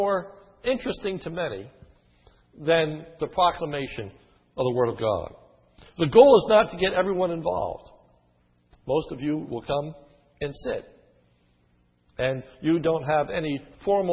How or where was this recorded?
large echoing room